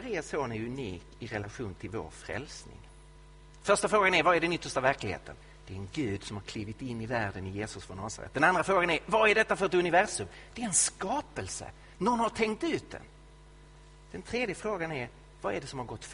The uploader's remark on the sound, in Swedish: Inspelad i Betlehemskyrkan i Stockholm